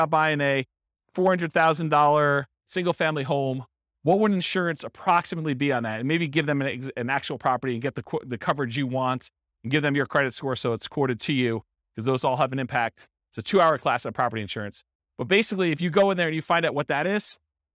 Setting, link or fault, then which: setting, live audience